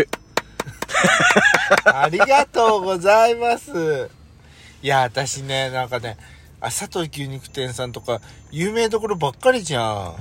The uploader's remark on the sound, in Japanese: パーキング収録